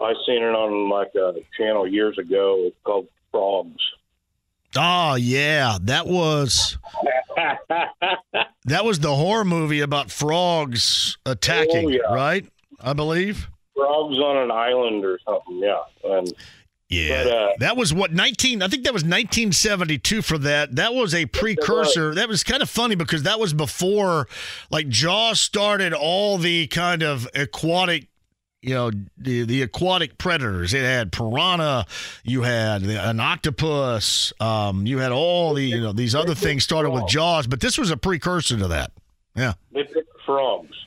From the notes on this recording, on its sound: He then opens the phone lines and takes some calls! The show keeps going with some phone calls on a variety of subjects!